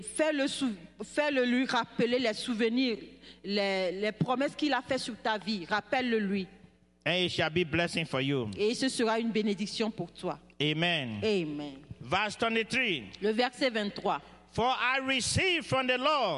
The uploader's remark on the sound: Praise and Worship Service The River of Life Church - Audio